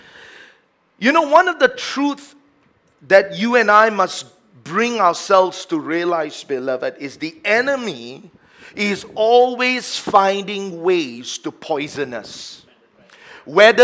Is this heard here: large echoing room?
yes